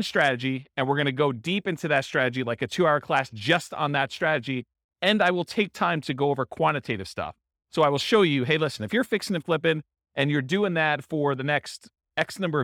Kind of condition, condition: setting, live audience